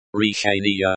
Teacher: stress on the second syllable